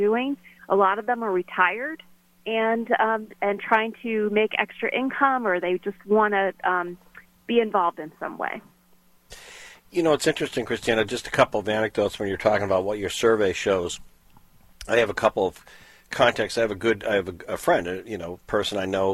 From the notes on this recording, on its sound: all called